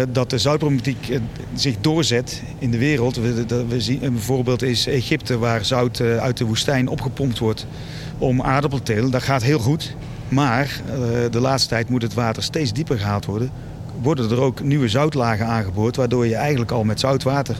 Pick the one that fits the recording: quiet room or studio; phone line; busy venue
busy venue